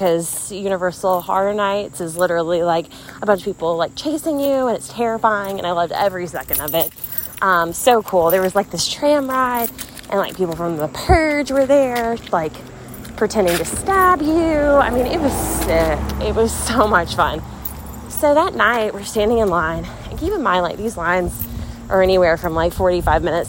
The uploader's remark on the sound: walking with you around her neighborhood so you hear her breathing heavily